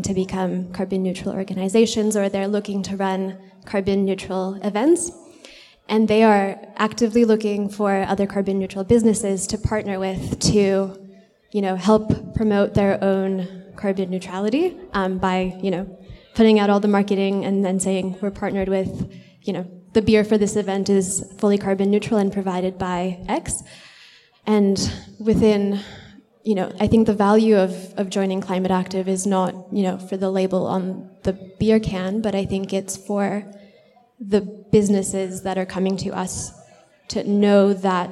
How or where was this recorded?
busy venue